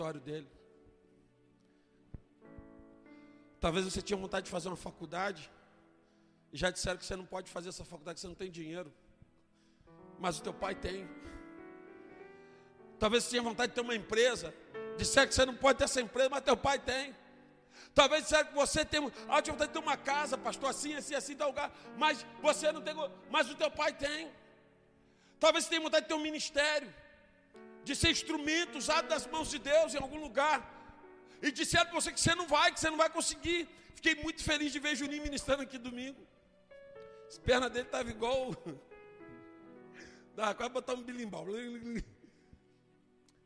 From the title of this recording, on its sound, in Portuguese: Ao Vivo na Casa de Louvor